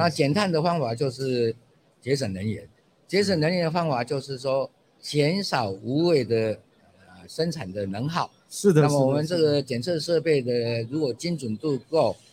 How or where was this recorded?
busy venue